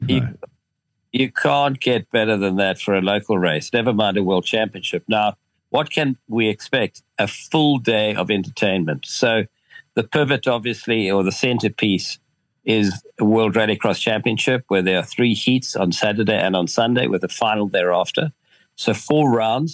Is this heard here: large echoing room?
no